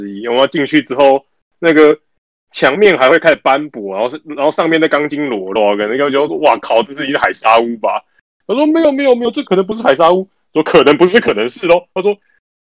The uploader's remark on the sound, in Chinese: 錄音工具品質還是一樣廢 狂斷。這集會聽得很難受 XD。